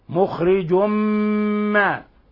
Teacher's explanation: والله مخرج ما، هنا عندنا تنوين ضم جاء بعده الميم، والميم من حروف الإضغام بغنة، فالحكم التجويدي إضغام بغنة. مخرج، ولاحظوا إخواني إطباق الشفتين مع غنة من الخشوم